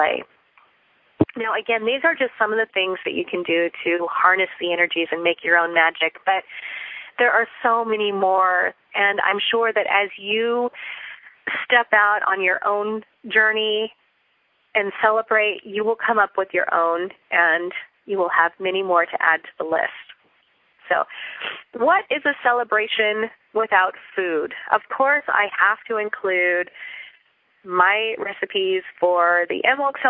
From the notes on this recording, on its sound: Listen in to this pre-recorded Teleclass on the Folklore, Tradition and Meaning.